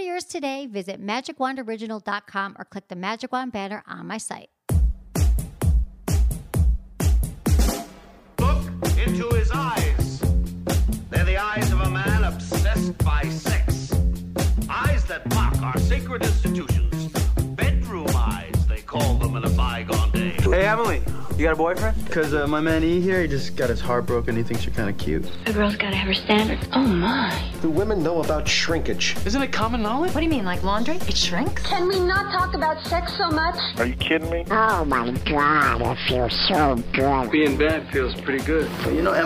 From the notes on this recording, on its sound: addresses all these issues with live callers